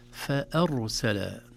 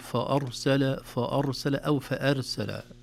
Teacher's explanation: نجد أن الراء هنا مفخمة لسكونها بعد فتحة · Shown in: first take